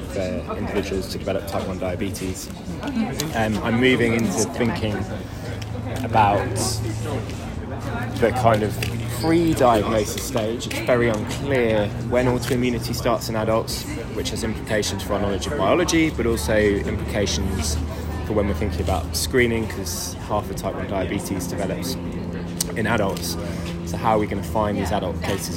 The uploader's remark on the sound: recorded during Day 3 of the nPOD 2024 scientific meeting